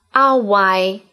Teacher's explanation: Hawaii произносится именно со звука а, потому что в итальянском нет звука х, как у нас х, или по-английски Hawaii, Гавайи, в русском г.